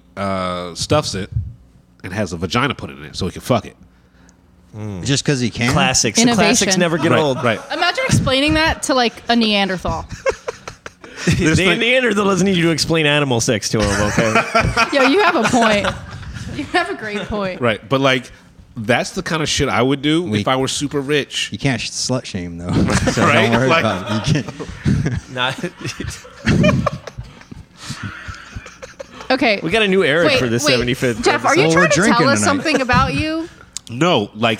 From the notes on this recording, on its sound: our audience, on location at One Up One Down Coffee Roastery & Caffe